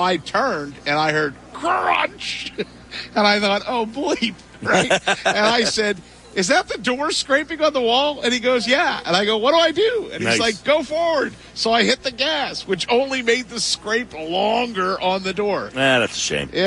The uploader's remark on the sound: live at Ocean Casino